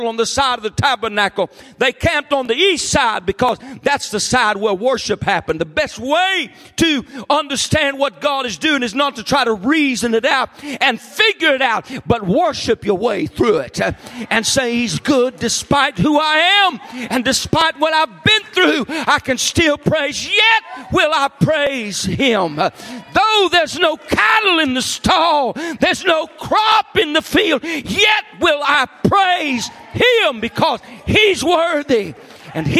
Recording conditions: large echoing room